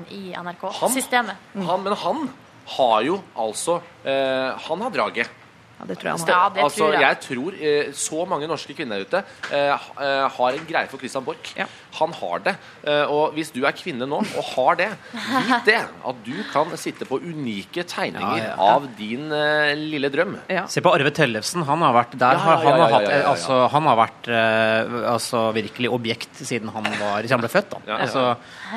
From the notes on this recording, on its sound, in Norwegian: Live fra P3-aksjonen. I Spikersuppa i Oslo.